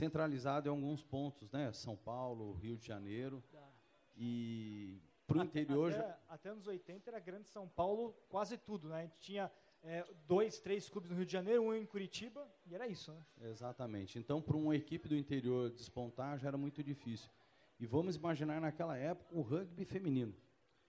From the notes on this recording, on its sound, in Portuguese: Foi gravado durante a abertura da exposição “Vale do Rugby”, no SESC de São José dos Campos.